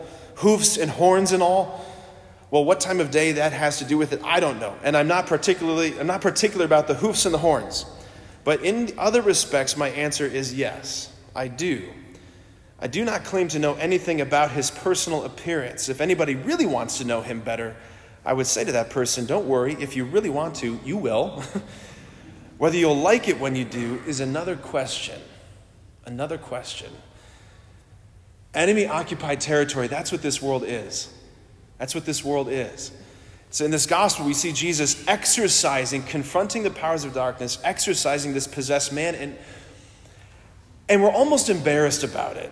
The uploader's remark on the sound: preached this homily on January 28, 2024 at St Basil the Great Catholic Church in Brecksville, OH